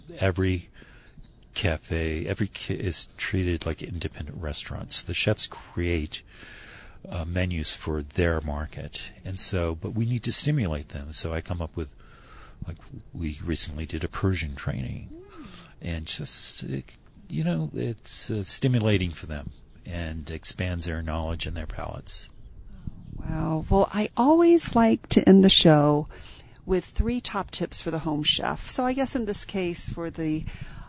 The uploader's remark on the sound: During the IACP conference in Santa Fe, New Mexico. We sat at a table outside. You will even hear the birds singing in the background.